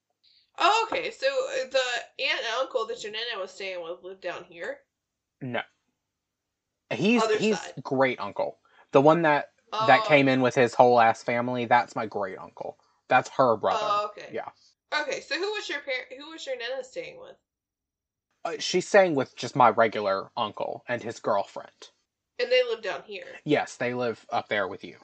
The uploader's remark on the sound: we are plagued by audio issues so forgive the fact this one sounds like garbage!